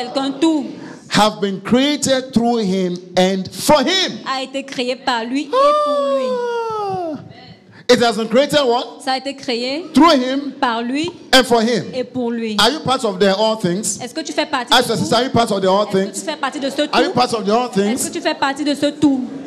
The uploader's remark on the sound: Preached during FCIM National Workers Conference 2022 Day 2 session 1